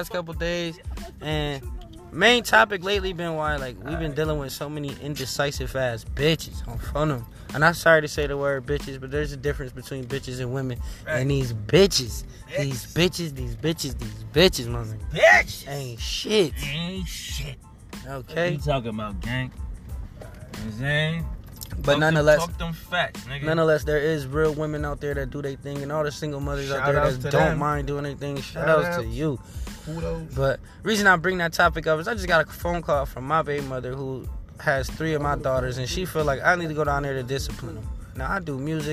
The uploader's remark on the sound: Talking stoned from the streets. Real convo with real people live in the streets.